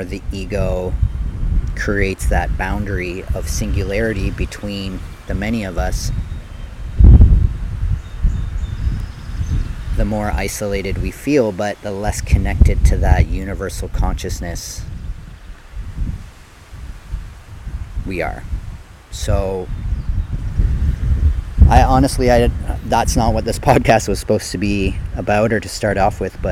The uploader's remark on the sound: Recorded Live, Raw, unedited from behind the basilica in Maryhill